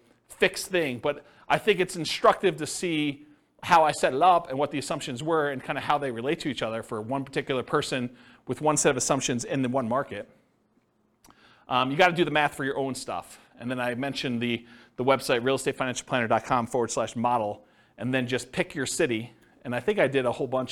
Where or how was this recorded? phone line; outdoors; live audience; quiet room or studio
live audience